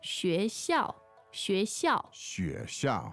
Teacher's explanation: Second and fourth tone.